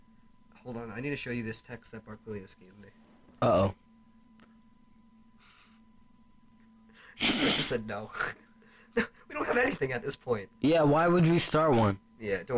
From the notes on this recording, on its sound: The boys finding out the microphone was facing the wrong way. Calling a guest who does not pick up the phone. Sorry about any audio problems this episode were getting a new setup soon.